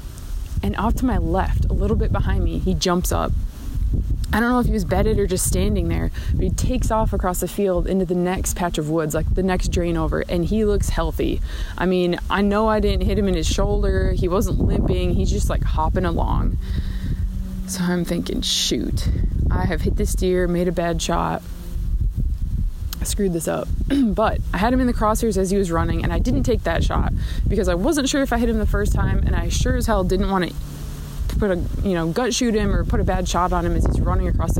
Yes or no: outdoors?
yes